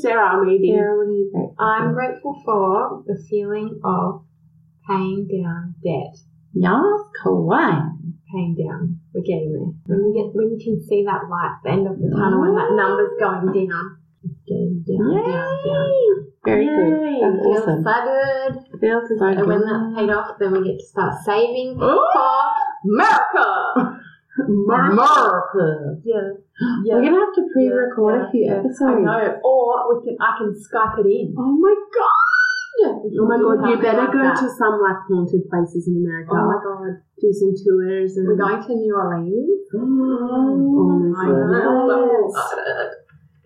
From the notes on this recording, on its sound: We apologise for any poor sound quality in this episode, we tried to clean it up!!